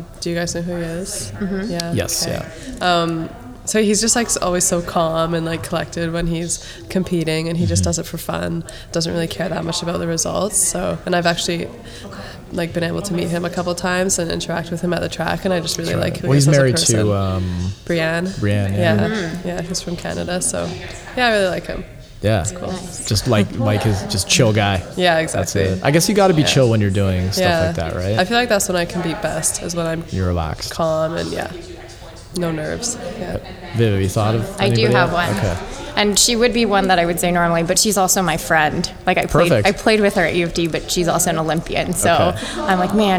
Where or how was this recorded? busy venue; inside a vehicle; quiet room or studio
busy venue